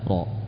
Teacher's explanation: Ra pada asalnya merupakan huruf istifal, namun bisa tebal ketika dalam keadaan fathah, ya, ra. Sehingga kita baca ra seperti huruf isti'la, jangan dibaca ra, tapi dibaca ra.